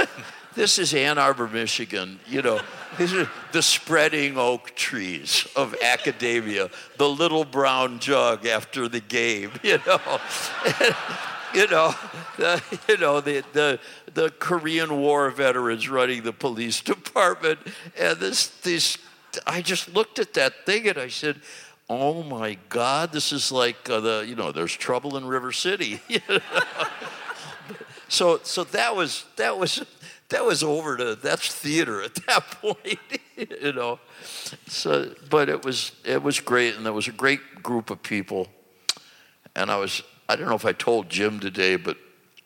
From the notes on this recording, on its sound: in front of an audience